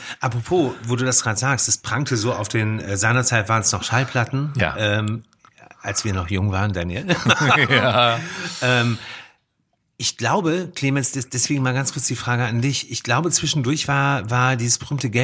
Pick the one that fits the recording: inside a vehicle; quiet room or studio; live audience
quiet room or studio